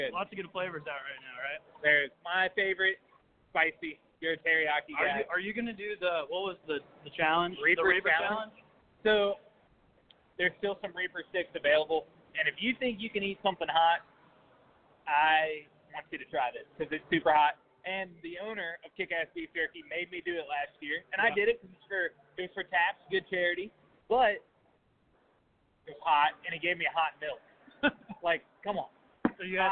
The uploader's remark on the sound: Live from K1 Speed